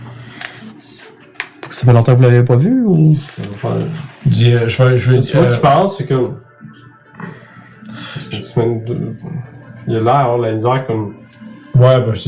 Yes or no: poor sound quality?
yes